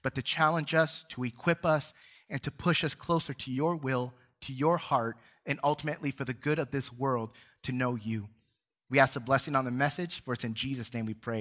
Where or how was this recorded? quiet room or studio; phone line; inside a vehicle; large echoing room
large echoing room